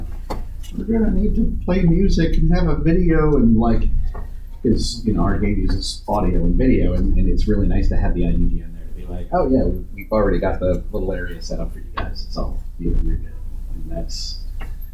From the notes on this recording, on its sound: Recorded at Metatopia 2023